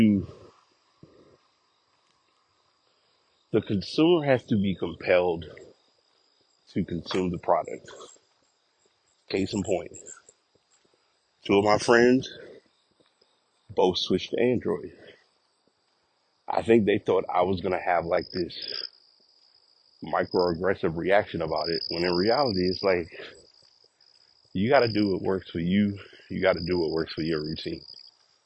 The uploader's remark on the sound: Walking Recording.